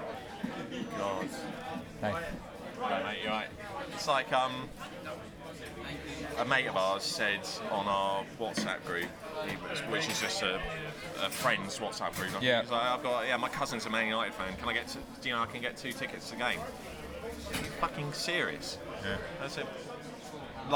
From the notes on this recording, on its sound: Live from the game.